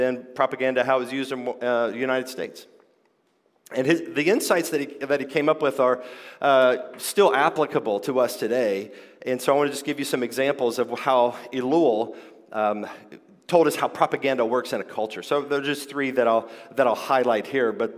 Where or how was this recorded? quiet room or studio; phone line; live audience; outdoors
live audience